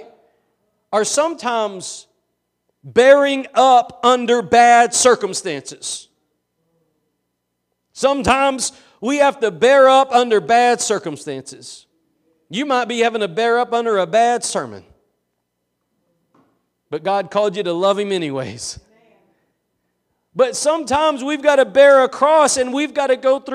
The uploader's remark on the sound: Preached at Gospel Lighthouse in Bossier City, La.